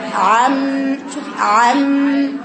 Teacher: هاتي العين من حلقك وارفعي صوتها، هاتي عين مفتوحة